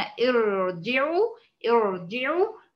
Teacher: يبقى اول ما اشوف همزه الوصل سواء بدات بيها الكلام او سقطت، يعني كانت في وسط الكلام وسقطت، في كل الاحوال بتكون الراء اللي بعد همزه الوصل مفخمه. كل الاحوال الراء بعد همزه الوصل مفخمه.